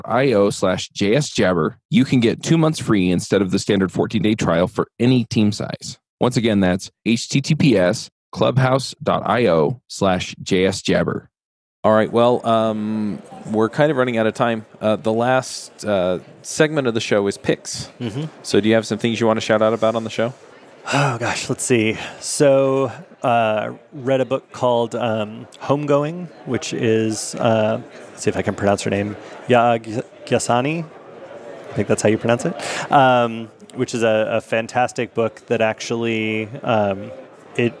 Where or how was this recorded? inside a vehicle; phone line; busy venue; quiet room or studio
busy venue